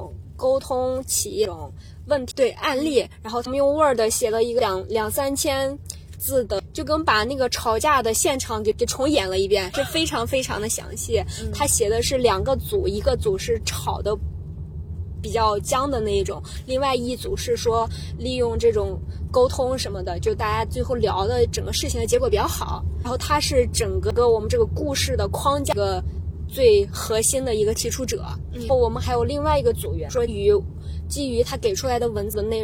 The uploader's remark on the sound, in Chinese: 在去白云机场路上录制，飞机上剪辑，落地即发布。